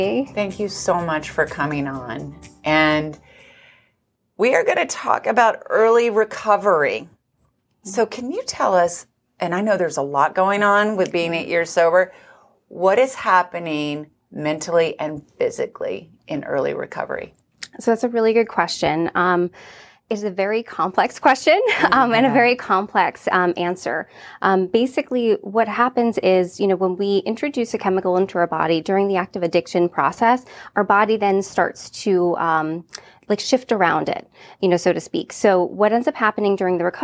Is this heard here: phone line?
no